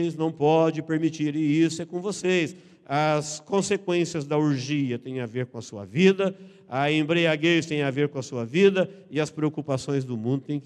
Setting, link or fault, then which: setting, large echoing room